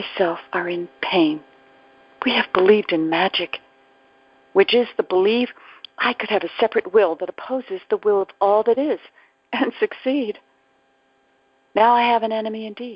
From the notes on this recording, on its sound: ACIM Daily TEXT Conference Call.